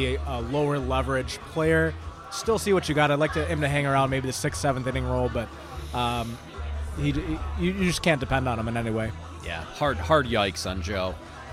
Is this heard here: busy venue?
yes